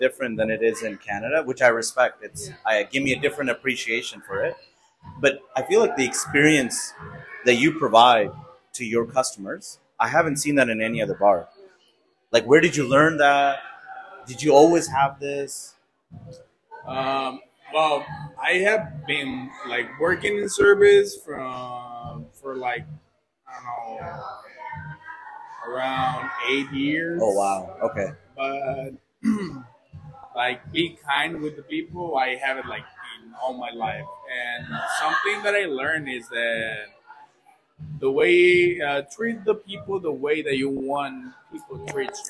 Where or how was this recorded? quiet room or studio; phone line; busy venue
busy venue